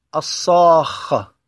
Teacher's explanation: مثال ذلك كلمة الصاخة: الصاخة الألف ساكنة، الصاد مفتوح ما قبله، إذن هو حرف مد. بعد حرف الألف تأتي الخاء، والخاء حرف مشدد، فأصل هذا الحرف خاء ساكنة زائد خاء متحركة، فيمد الألف مقدار 6 حركات أيضا لأنه مد لازم، لأنه مد لازم مثقل كلمي.